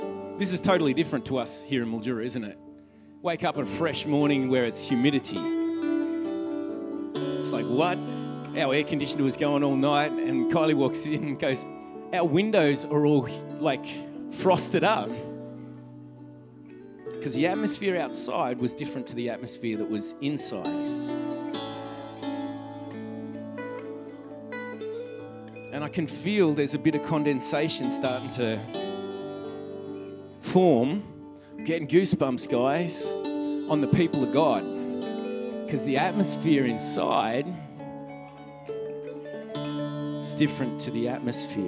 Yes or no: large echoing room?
yes